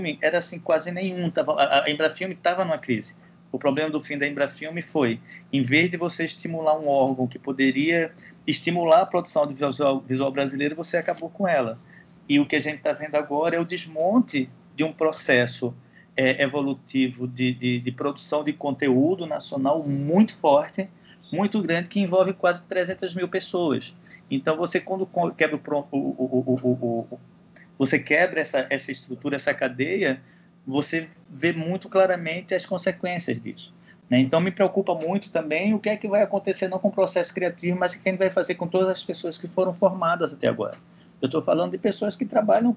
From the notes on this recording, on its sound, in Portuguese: Programa gravado à distância, já que o estúdio da Central3 está fechado por conta das medidas de segurança da quarentena.